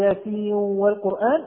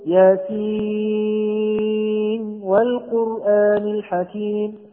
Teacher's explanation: استثناء موضعين تظهر فيها النون مع الواو · Shown in: second take